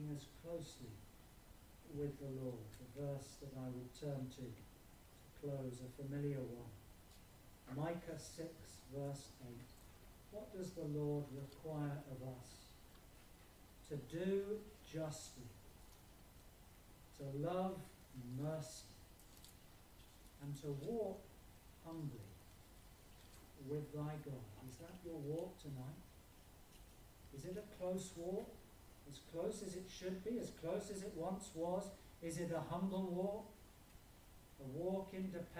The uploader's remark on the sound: Apologies for reduced sound quality on this video